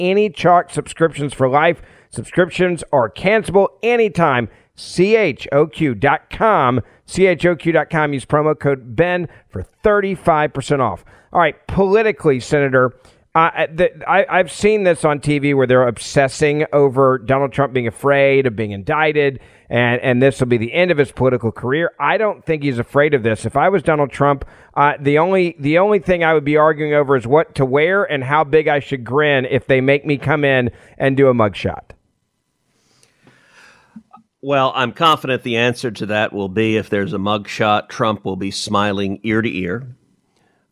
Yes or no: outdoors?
no